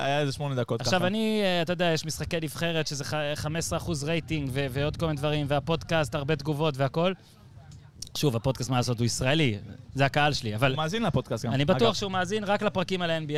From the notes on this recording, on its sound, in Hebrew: חג וכל האולפנים בישראל סגורים? הקלטנו על סירה באמסטרדם.